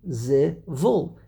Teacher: The lamed should be like a shvonach, zivul. And then the emphasis would be on the last syllable, which be on the vays lamed.